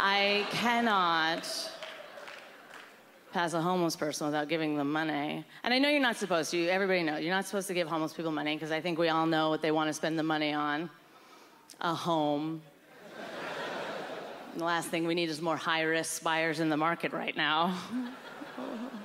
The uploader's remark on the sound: brings her comedy to the 2010 Just for Laughs Festival in Montreal